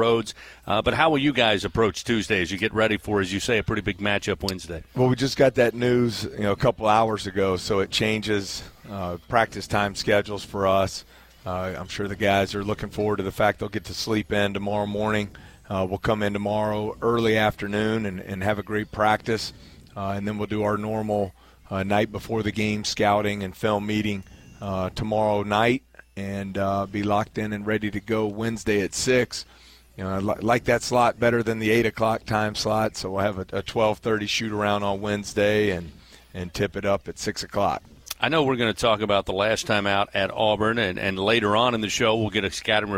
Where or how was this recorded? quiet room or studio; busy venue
busy venue